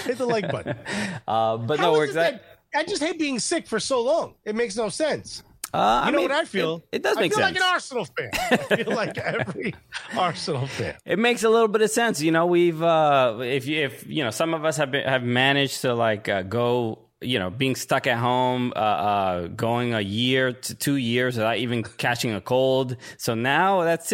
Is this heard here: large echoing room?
no